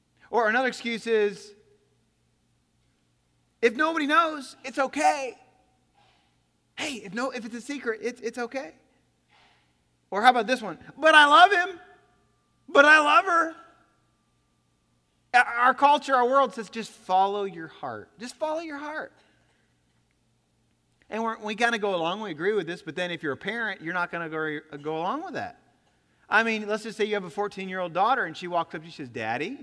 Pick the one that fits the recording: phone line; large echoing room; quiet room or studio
large echoing room